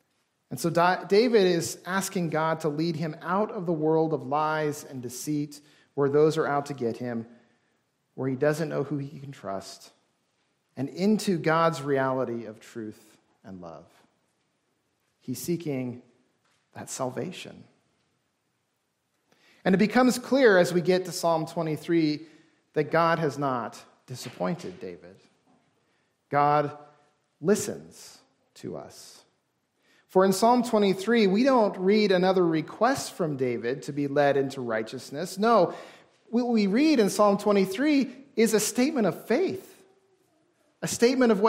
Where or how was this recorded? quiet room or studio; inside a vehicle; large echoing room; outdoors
large echoing room